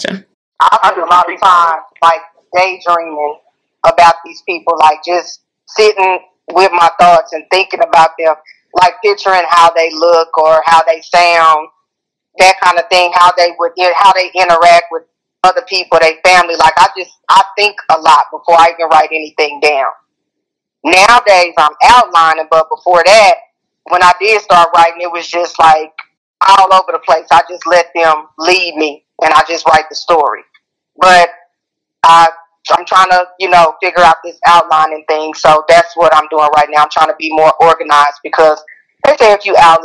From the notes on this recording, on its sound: On the phone interviewing authors